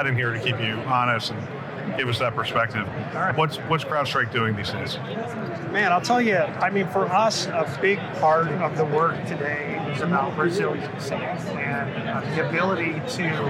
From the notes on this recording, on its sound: an Interview in Action live from HIMSS 2023